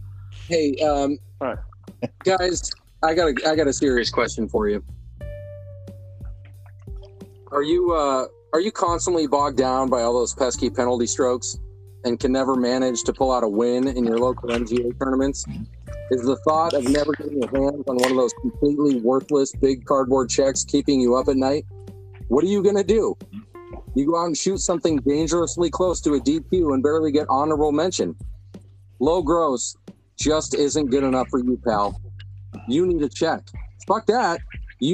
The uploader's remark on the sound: Sorry for the audio quality...